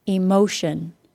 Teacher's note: We want to stress the second from the last syllable, so we will stress on the mo syllable.